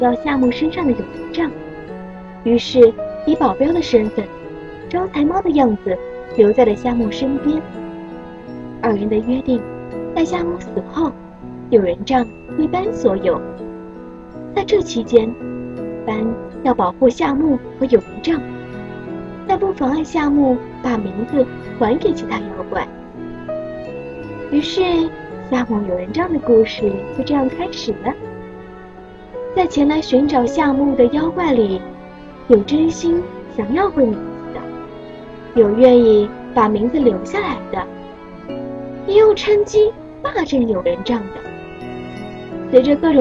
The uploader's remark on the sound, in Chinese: 纯天然杂音无码版